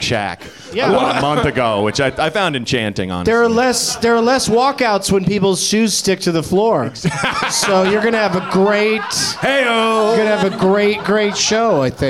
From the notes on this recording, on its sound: Live from NerdMelt in Hollywood